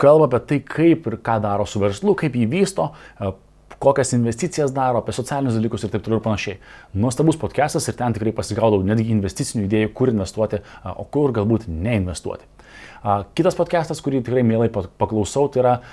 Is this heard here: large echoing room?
no